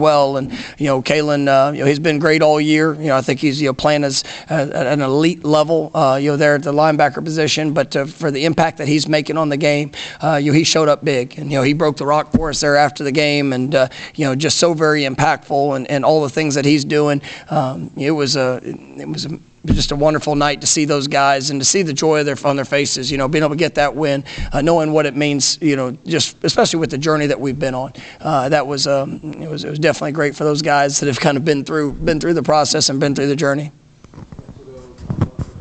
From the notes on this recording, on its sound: Postgame press conference after win over Miami.